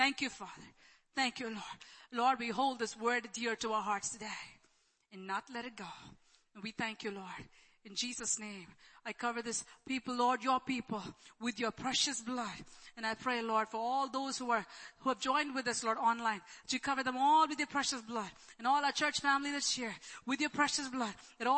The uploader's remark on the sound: Church Sunday LIVE Stream Audio